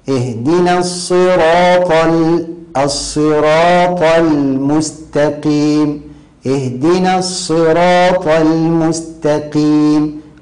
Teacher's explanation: القارئ الماهر يفخم الطاء ويرقق اللام